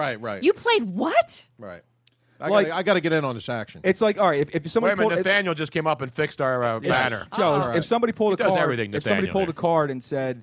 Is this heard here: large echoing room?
no